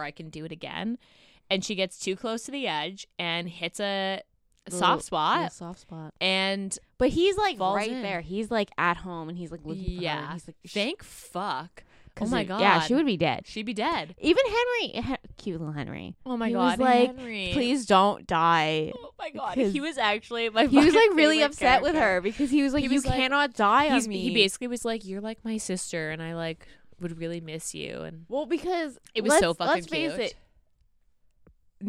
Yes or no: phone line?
no